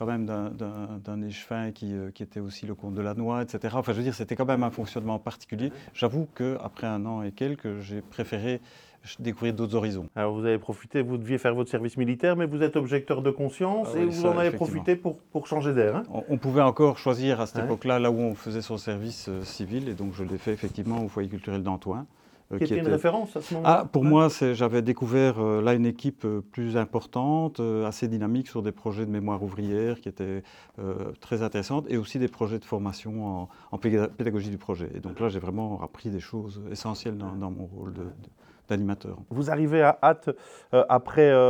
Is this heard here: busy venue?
yes